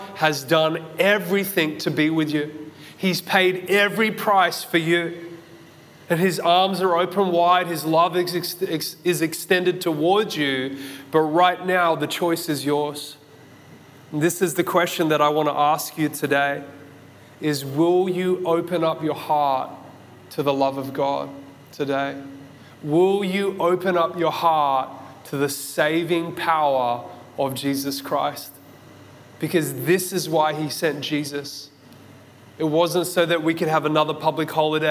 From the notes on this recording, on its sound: This message was recorded at Zion Church Gold Coast on Sunday December 18th 2022